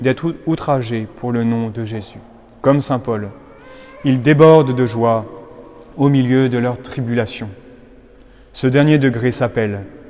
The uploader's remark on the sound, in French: Conférences de Carême de la Collégiale Saint-Just (Lyon)